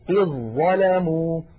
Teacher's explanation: ما عاد هناك في النطق ذال يا إخوة، على طول مباشرة إلى الظاء